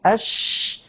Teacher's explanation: انتشار صوت الشين من مخرجه اللي هو من وسط اللسان حتى يصطدم بالصفحة الداخلية للأسنان العليا والسفلى، اصطدم بالعليا والسفلى فارتد وعاد، فانتشر هذا الهواء أو انتشر هذا الصوت بداخل الفم عند النطق بحرف الشين. · Term: صفة التفشي